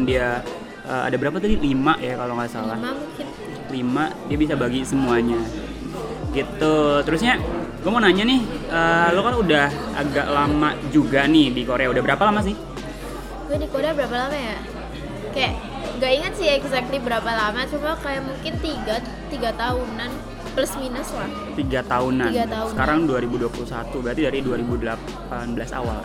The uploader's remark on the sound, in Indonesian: ngobrol LIVE di salah satu cafe di Korea, jadi ambiance-nya agak beda nih dan kerasa di coffee shop gitcu